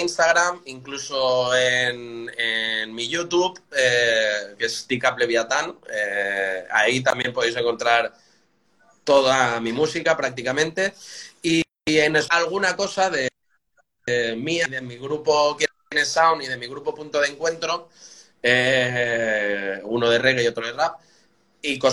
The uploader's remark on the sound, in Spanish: Audio extraído de IG LIVE.